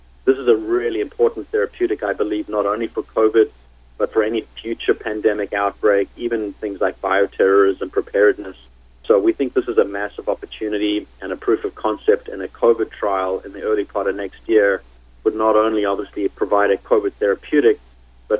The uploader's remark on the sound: called in to SmallCapVoice.